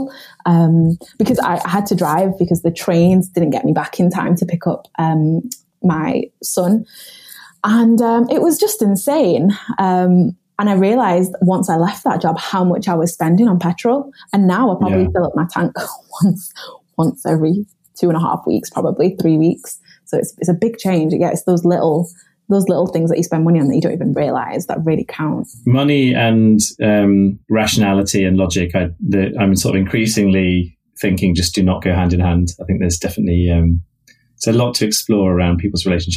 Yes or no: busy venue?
no